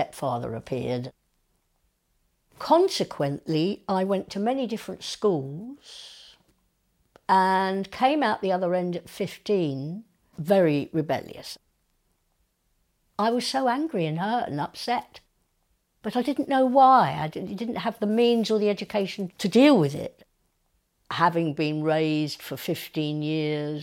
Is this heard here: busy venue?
no